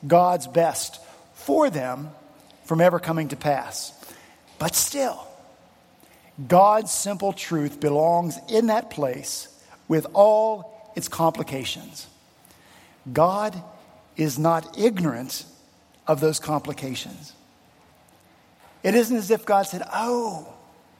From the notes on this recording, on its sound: At Redeemer Presbyterian Church in Charleston, SC, our senior pastor followed up his sermon.